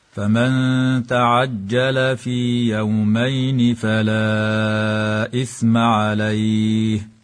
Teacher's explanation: قوله تعالى فلا إثم عليه مد منفصل لانفصال حرف المد عن الهمز مع مراعاة إخراج طرف اللسان في حرف الثاء، هكذا فمن تعجل في يومين فلا إثم عليه.